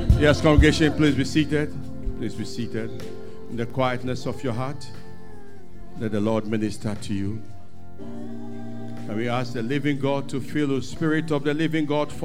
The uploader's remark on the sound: Sermon preached at CBC Shiashie Campus